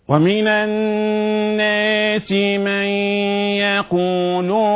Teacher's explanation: عندما أقول ومن الناس من يقول، قلت هنا غنة النون خالية من الحركة، من يقول مكتوبة في المصحف عندك من يقول، أما النطق أقول من، دمج خلط النون مع الياء هكذا. الغنة تضعف من هذا الدمج، من هذا الإضغام، من هذا الخلط